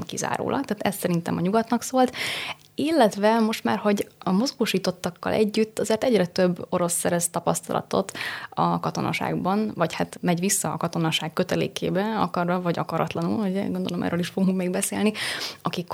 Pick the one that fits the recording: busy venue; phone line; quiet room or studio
quiet room or studio